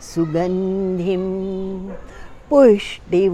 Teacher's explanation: सुगंधिम पुष्टिवर्धनम। अब ये पुष्टि जोर से बोला मैंने, सुगंधि नाजुक है।